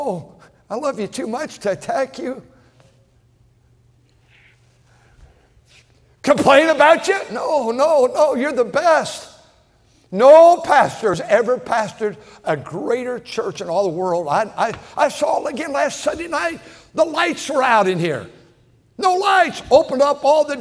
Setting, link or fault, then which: setting, large echoing room